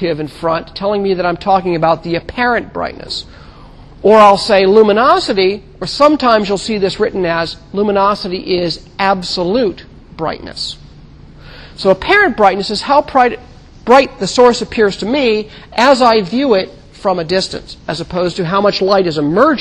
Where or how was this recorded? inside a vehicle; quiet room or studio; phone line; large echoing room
large echoing room